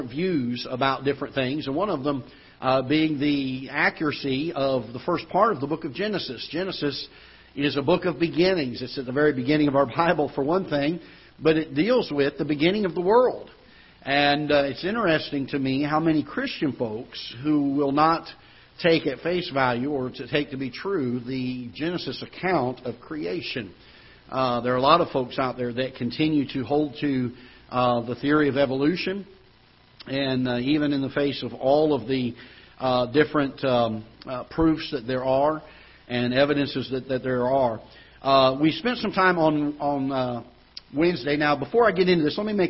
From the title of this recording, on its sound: Ketha Heights Baptist Church ~ Live Broadcast